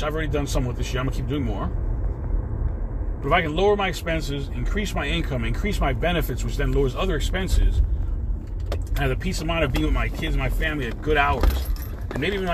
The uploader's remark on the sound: In this CarCast